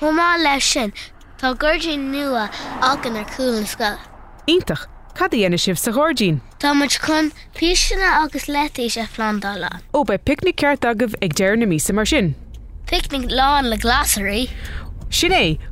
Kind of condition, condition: setting, inside a vehicle